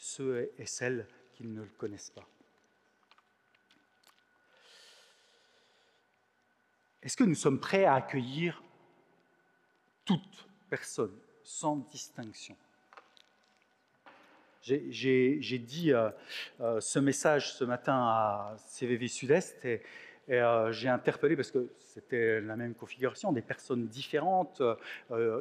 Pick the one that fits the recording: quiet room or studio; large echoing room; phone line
large echoing room